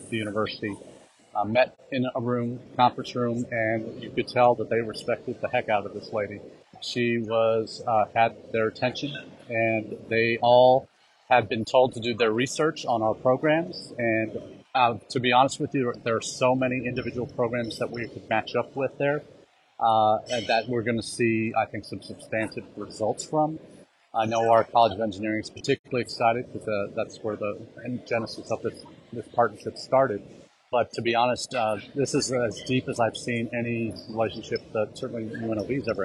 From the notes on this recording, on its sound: Our #intled #livechat comes to you from the #IC3 conference in Hyderabad, India.